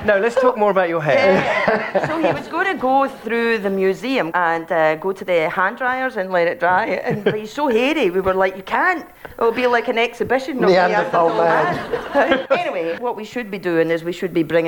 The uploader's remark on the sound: Recorded live at the Edinburgh Fringe.